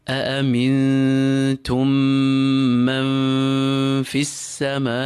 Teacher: Obviously the rule of ikhfa, we recite the noon lightly and prepare our mouths for the fa that's following. So whilst pulling the noon, you feel the edge of your upper incisors touching the inner part of your lower lip.